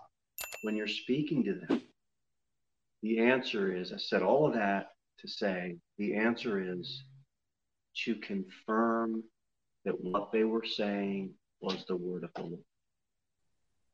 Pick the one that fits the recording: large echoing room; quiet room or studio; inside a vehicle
large echoing room